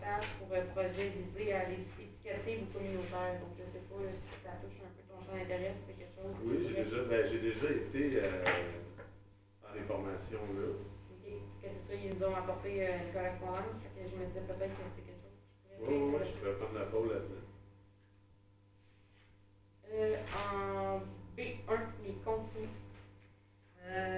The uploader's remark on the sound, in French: Enregistrement de la séance du conseil municipal de Saint-Léon-le-Grand du 11 janvier 2022